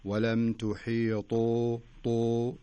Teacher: الطاء هنا حرف الطاء من حروف الاستعلاء، وهو قريب، يعني إذا ضعف مخرجه يكون قريب من التاء والدال، فما نقول ولم تحيطوا تو شف قريبة بين الدال والتاء، لكن لما نقول ولم تحيطوا طو نملأ الفم بالحرف